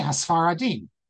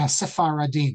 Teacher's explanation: in spoken Hebrew, we don't really have the shvanah so much. · Shown in: first take · Term: shva nach